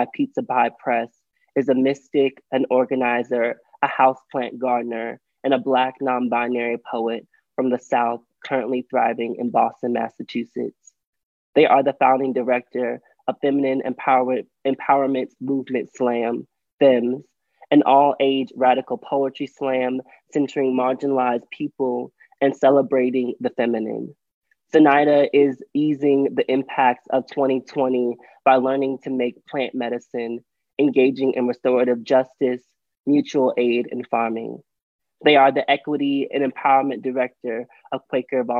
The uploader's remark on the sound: We will hear from members of the trans and the non-binary community at the City of Boston virtual Trans and Non-binary Town Hall. This town hall collected written and oral testimony specifically from trans, nonbinary, genderqueer, and gender-expansive individuals currently living in the Greater Boston area.